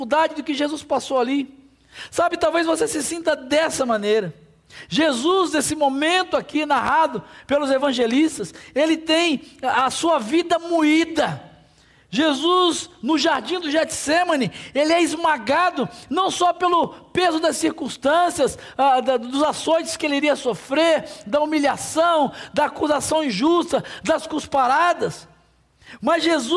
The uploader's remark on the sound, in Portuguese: durante a nossa Celebração ao vivo.